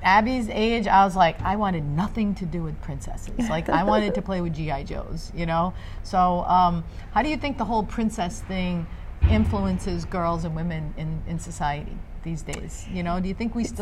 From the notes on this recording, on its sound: Live from AdventHealth Center Ice